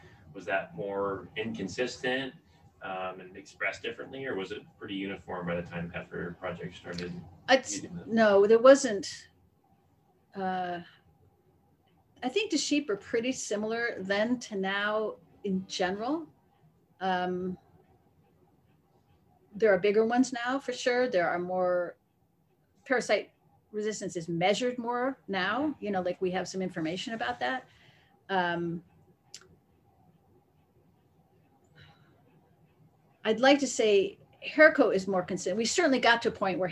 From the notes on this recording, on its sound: Don't pay any attention to the sound issues, we didn't realize we had the mic setup wrong until after we had recorded and left so we edited it the best we can.